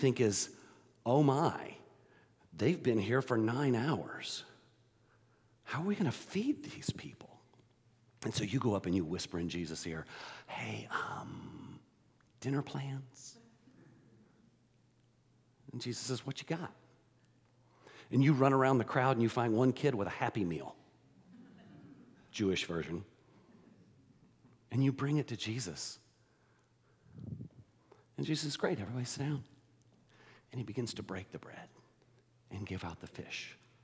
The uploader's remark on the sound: The gathering and podcast are unique for this post, in that it is a full service recording with music and teaching.